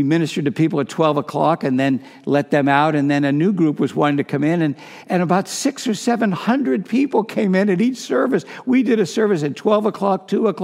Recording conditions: large echoing room